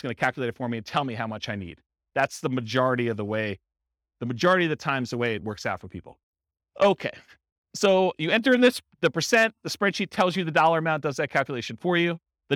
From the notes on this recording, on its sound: This was a live class recorded for buy and hold real estate investors.